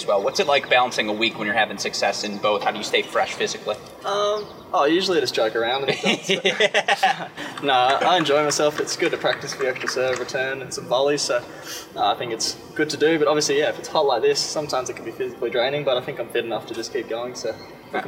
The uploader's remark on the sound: live from the Cranbrook Tennis Classic